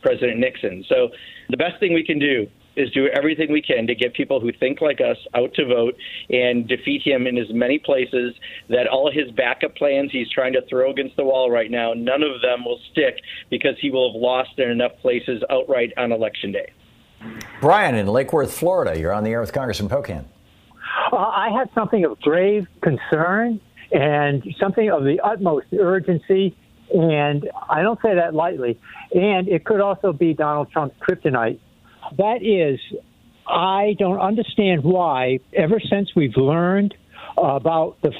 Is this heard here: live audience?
no